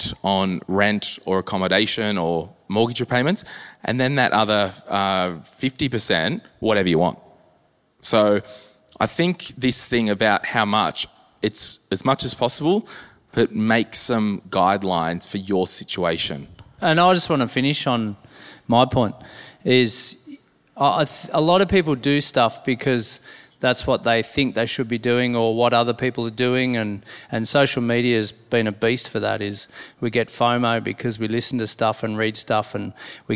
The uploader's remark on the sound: This is the live recording from our m3 live tour - Brisbane this was you! Answer a few live audience questions.